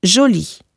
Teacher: Das E am Wortende, zum Beispiel als Zeichen der weiblichen Form, ist immer stumm.